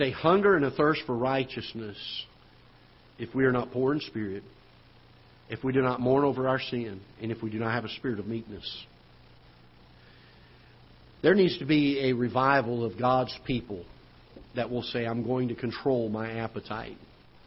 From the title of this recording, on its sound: Ketha Heights Baptist Church ~ Live Broadcast